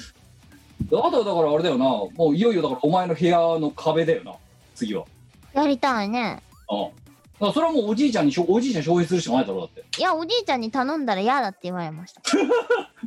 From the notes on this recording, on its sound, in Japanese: 本番組はリモート収録です。収録時環境の影響により、聴き取り辛い部分があります。音声が歪んだり飛んだりしています。